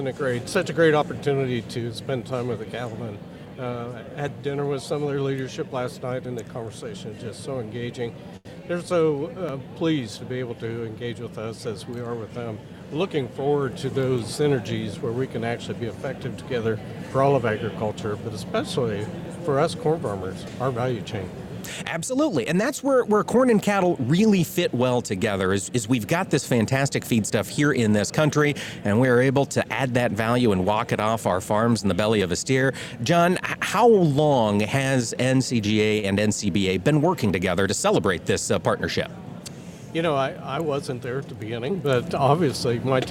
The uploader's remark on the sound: broadcasting from the convention center floor in Houston with our friends from National Corn Growers Association